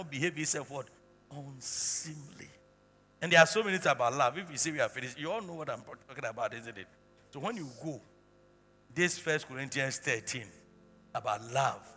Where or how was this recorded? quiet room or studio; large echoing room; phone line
large echoing room